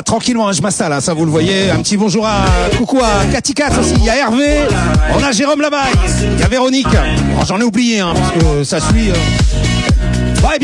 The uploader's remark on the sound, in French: en direct du Holiday Club